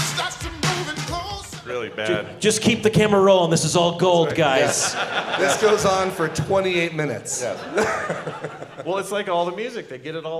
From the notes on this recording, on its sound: The Last Dragon at Nerdtacular 2017. Our Nerdtacular 2017 live episode!